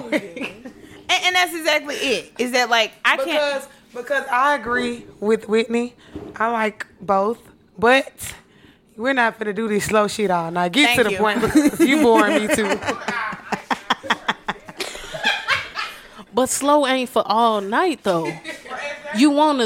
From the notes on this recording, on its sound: an audience of friends and family